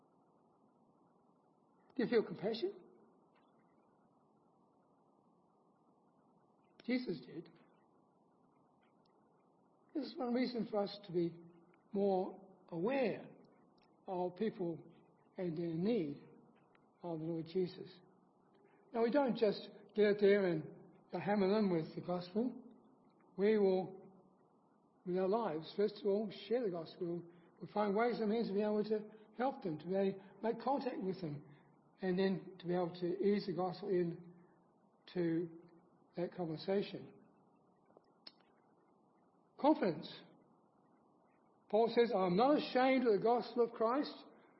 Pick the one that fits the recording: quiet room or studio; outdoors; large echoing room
large echoing room